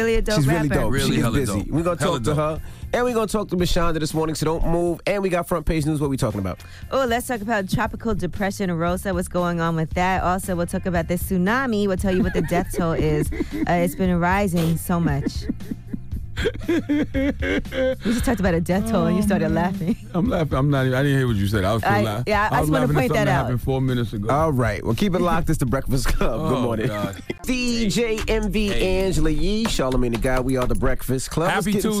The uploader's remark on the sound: we opened the phone lines